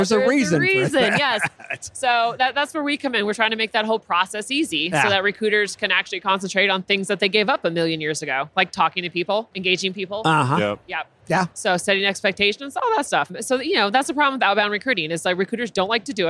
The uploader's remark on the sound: Live from UNLEASH America in the Workhuman booth